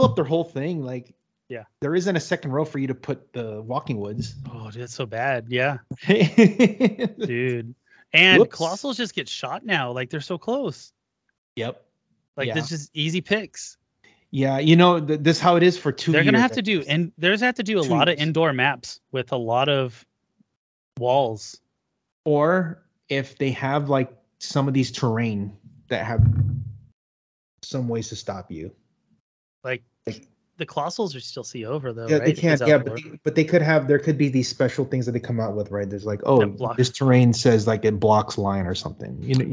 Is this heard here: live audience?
no